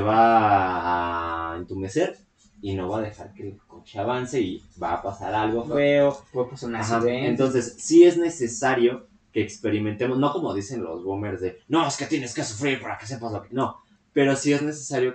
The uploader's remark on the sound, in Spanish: Esta mocho el capítulo :,c. Culpa de quien estuvo manejando la grabación.